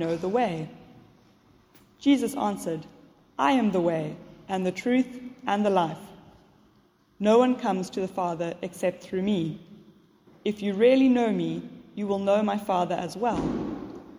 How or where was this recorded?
large echoing room